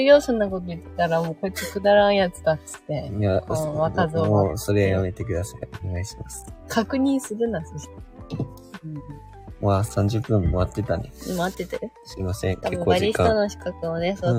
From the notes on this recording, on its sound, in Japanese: LIVE キャンプ場からお届け。